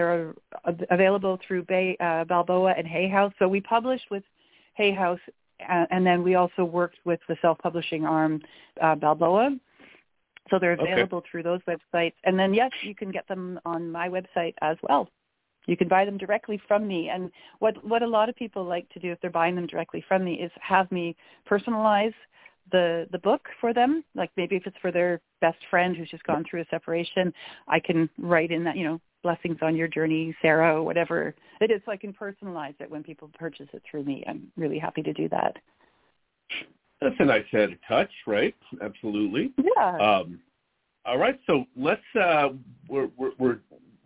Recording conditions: phone line